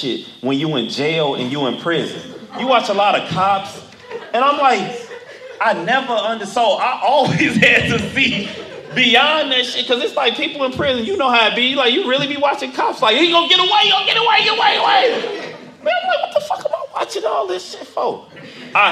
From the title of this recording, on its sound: from Live Event